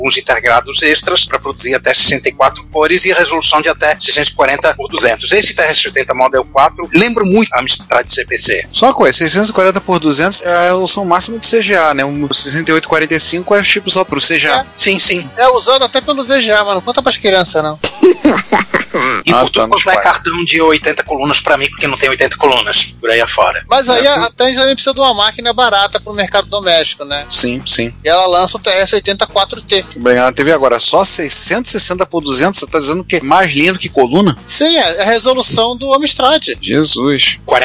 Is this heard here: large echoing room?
no